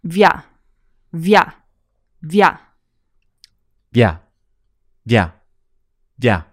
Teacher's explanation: The first I directly after V is pronounced like a Y sound. Via. Imagine you're saying yak, as in the big hairy animal yak, then cut the K off.